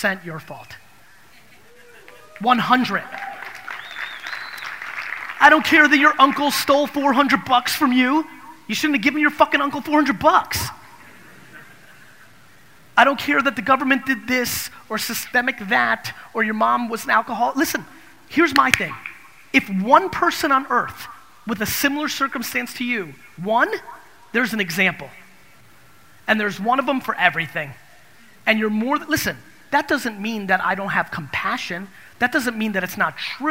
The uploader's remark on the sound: This episode is from a keynote I gave in Orlando. At the National Achievers Congress.